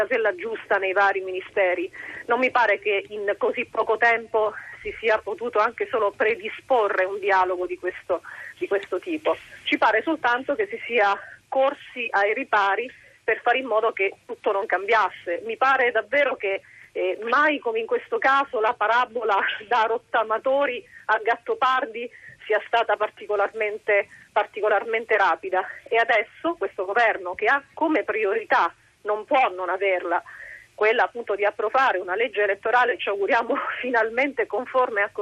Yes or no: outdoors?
no